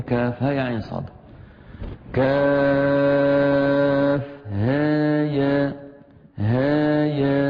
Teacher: تقليل في الهاء وتقليل في الياء